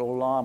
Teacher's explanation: a little more emphasis on the second syllable